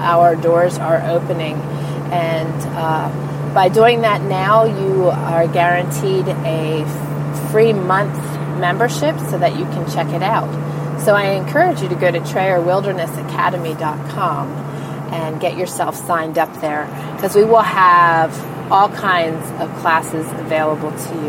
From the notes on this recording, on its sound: I am in my truck so you may hear the hum of the diesel in the background